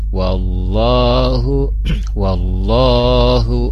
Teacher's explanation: di sana ada lafal Allah ya, dibaca panjang dua harkat